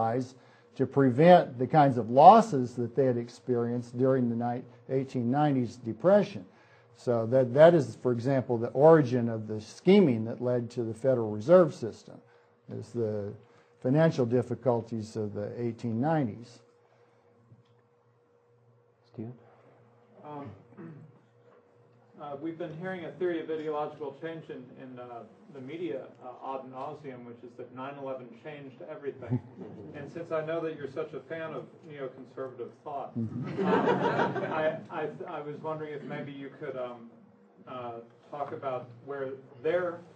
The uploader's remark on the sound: Hayek Memorial Lecture. From the 2006 Austrian Scholars Conference.